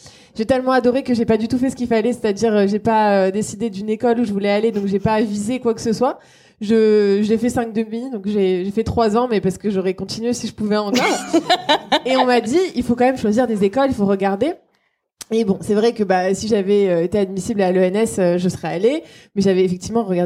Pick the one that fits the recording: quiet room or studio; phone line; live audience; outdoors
live audience